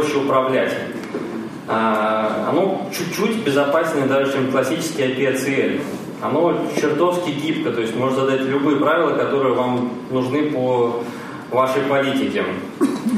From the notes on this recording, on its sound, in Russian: Аудиозапись докладов с конференции. Workshop 1, Defensive Track.